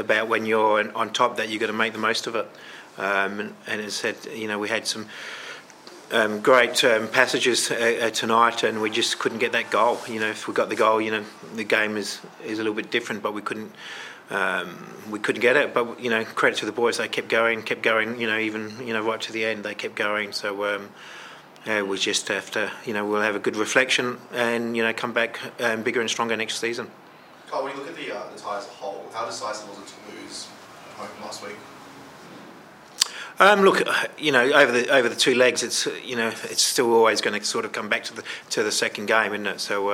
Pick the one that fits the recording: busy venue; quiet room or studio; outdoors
busy venue